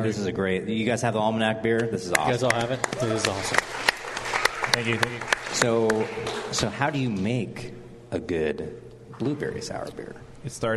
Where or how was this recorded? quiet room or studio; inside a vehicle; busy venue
busy venue